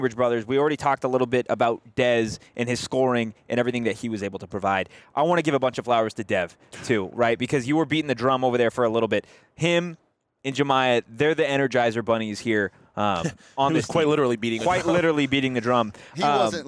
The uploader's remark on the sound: live from T-Mobile Arena in Las Vegas